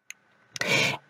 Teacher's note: Não importa o quanto você estica esse A, alive, sempre fecha no som do V, porque esse E do final é mudo.